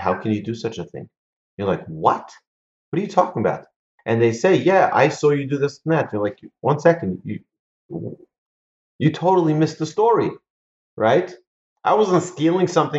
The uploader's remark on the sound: Recorded presentation to an online audience on June 28, 2020, in Houston, Texas.